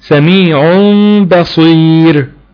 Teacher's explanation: قلب النون الساكنة أو التنوين عند الباء ميما مخفاة بغنة · Term: حكم الإقلاب